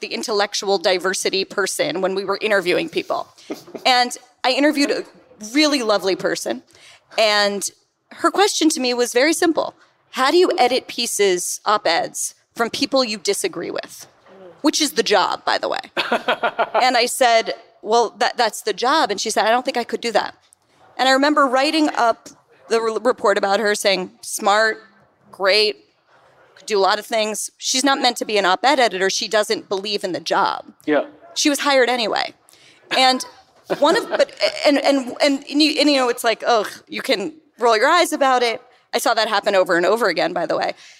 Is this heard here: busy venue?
yes